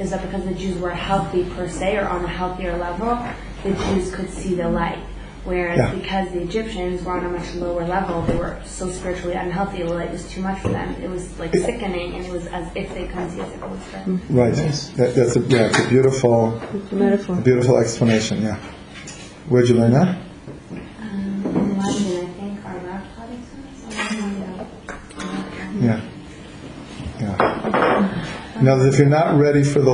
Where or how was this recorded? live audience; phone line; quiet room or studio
live audience